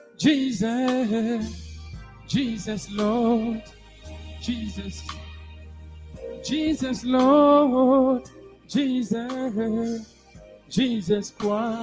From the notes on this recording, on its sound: SUNDAY LIVE SERVICE